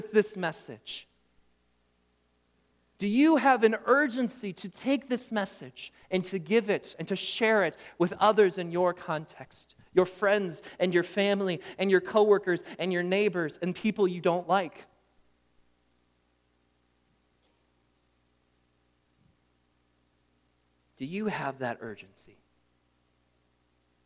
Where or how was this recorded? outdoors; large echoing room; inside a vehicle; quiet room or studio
large echoing room